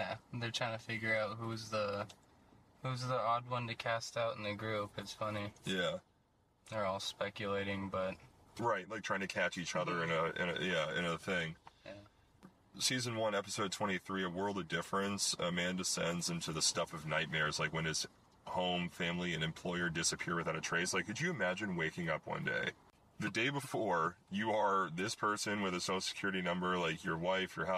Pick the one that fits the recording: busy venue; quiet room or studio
busy venue